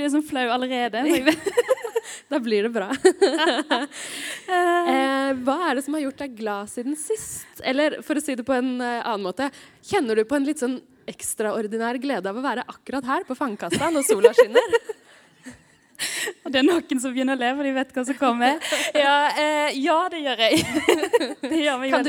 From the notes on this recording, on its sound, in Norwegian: Vår første live-episode fra sist fredag på Fangekasa i Østfold er nå ute.